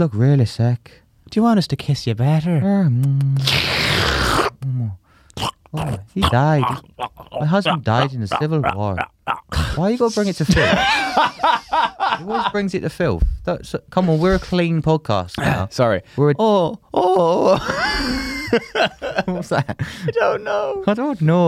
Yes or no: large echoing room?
no